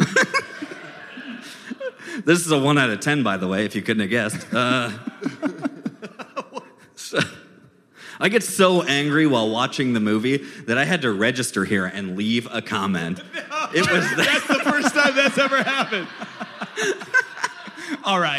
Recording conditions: live audience